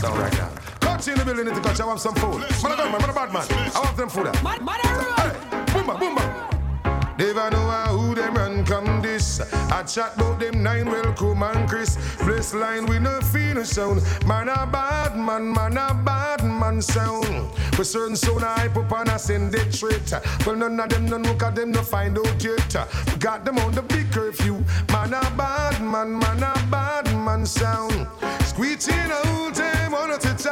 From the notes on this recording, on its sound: this is the Audio of the Dance